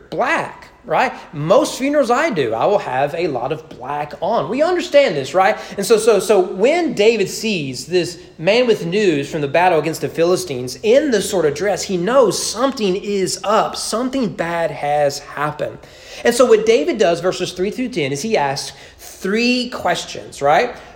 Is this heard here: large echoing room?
yes